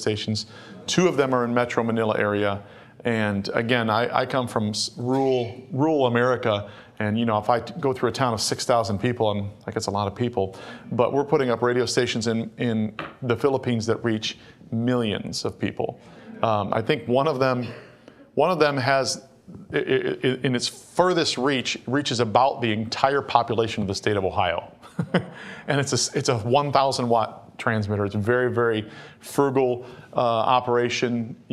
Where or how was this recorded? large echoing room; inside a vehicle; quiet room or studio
large echoing room